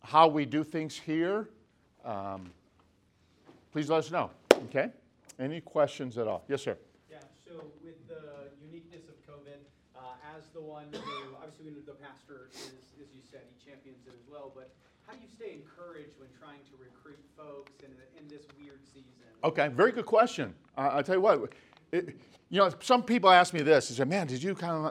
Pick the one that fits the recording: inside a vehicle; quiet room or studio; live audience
live audience